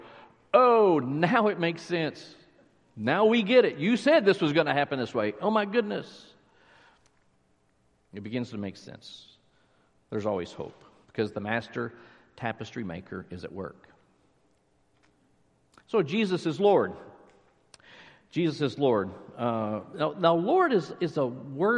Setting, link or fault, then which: setting, large echoing room